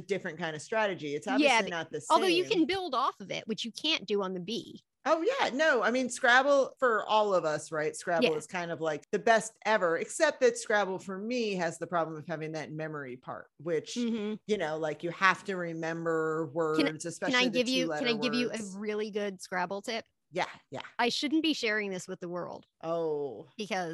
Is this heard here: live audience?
no